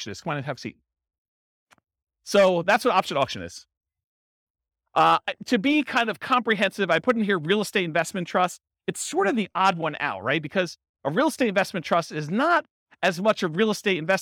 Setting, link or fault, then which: setting, live audience